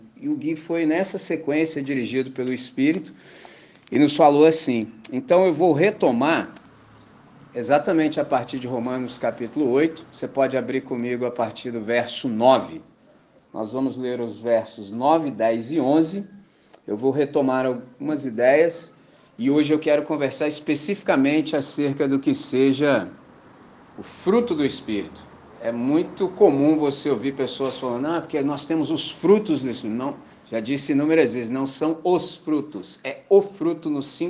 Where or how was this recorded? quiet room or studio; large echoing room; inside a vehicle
large echoing room